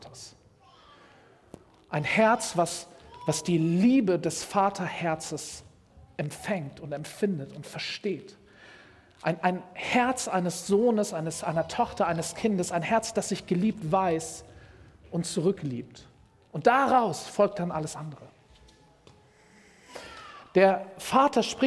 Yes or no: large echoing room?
yes